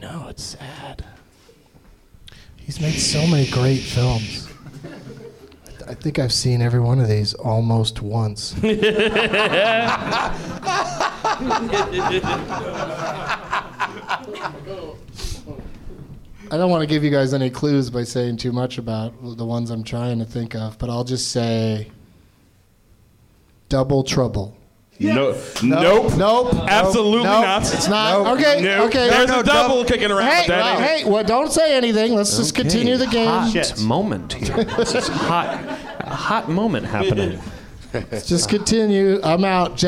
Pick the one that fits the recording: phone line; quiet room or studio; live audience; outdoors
live audience